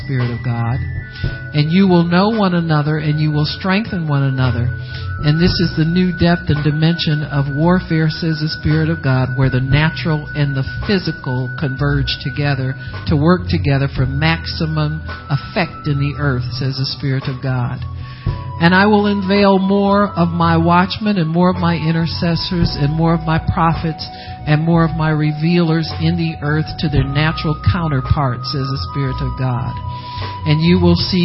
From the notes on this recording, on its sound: Prophecy given August 15, 2015 at the POWER AND GLORY OF GOD CONFERENCE